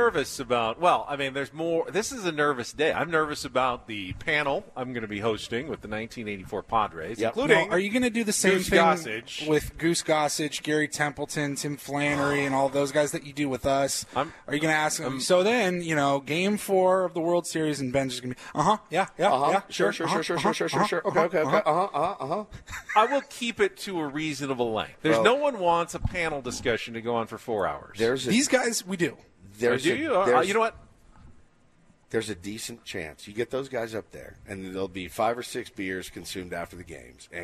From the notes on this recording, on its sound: Day 2 from Padres Fantasy Camp in Peoria, Arizona